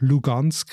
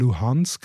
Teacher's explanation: die Ukrainer sagen zum Beispiel das G nicht, sondern machen dort das H. Also beim Stadtnamen russisch Lugansk ist ukrainisch eben Luhansk.